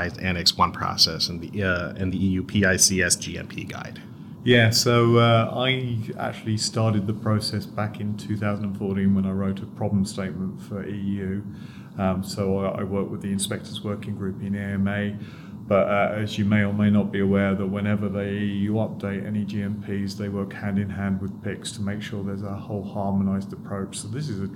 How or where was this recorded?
busy venue